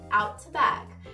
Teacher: no inglês mais britânico, com som do T, Outback. E no inglês norte-americano, como eu diria, Outback.